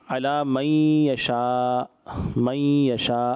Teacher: نون ساکن کے بعد یا آ رہا ہے ادغام ہوگا غنہ کیا جائے گا